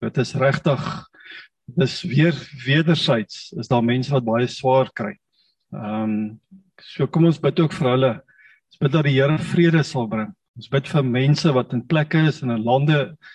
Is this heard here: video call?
yes